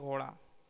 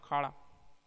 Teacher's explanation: यह हिंदी की मूर्धन्य अल्प प्राण सघोष उत्क्षिप्त ध्वनि है